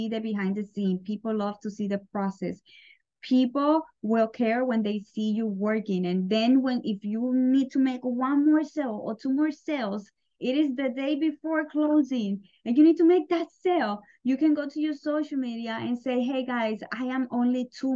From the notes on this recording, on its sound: Today I am sharing a quick live call we did on our "Unapologetic Club".